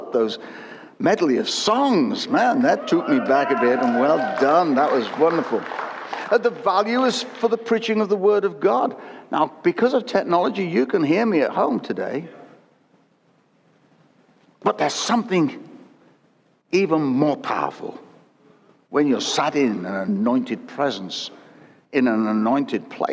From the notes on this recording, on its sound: Recorded at Destiny's 22 Anniversary service.